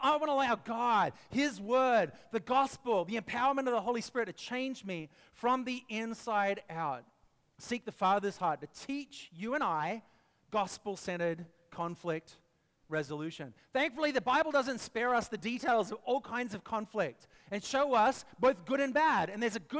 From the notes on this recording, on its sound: preached this message at our Downtown Community